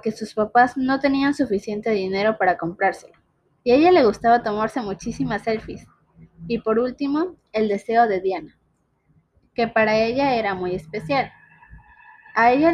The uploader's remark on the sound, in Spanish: Pido unas disculpas por el audio y las cortadas.